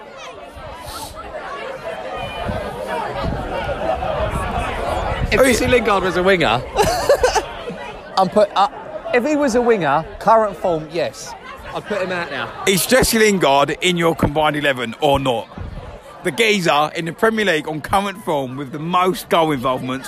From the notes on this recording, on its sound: live from abeer garden